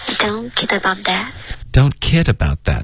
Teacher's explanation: 重音是 care, OK,然后不要把重音放在 that 上。That 呢怎么样也不要往上飘 that,不然就变成一个疑问句了。